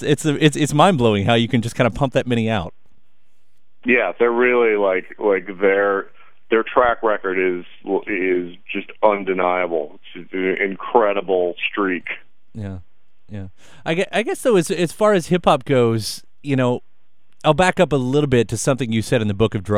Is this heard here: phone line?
yes